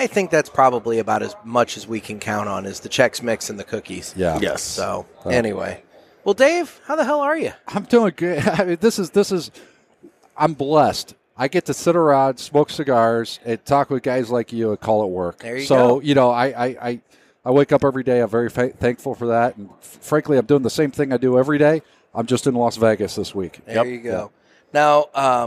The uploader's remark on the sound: Coming to you from the show floor of TPE 2021.